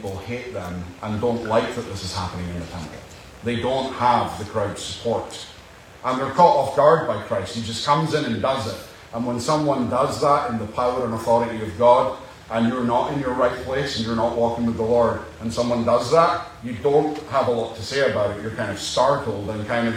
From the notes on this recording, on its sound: Apologies for the poor audio